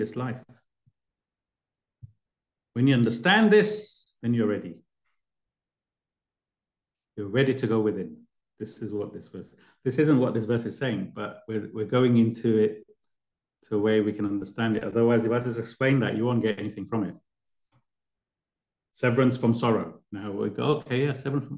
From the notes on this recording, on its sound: A live recording of a Bhagavad Gita class given virtually on the 15th of October 2023.